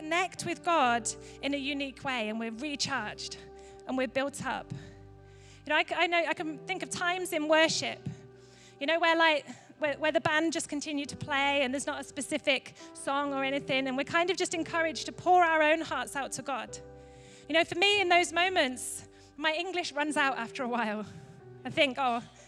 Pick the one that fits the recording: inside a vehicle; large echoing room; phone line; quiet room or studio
large echoing room